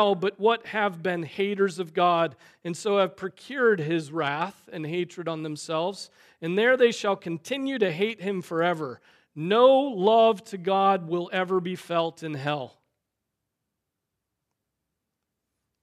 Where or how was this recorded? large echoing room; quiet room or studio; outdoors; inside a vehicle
large echoing room